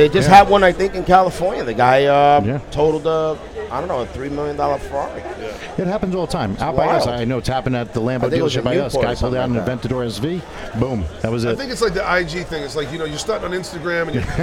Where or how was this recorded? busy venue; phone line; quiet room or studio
busy venue